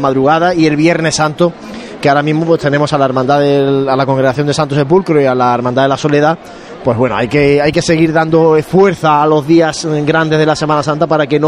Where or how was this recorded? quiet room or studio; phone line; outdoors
outdoors